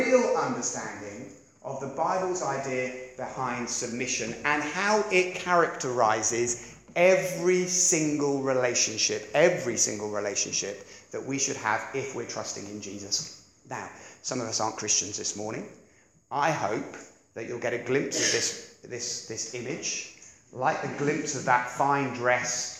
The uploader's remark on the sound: Preached 30th Oct 2016 at Beacon Church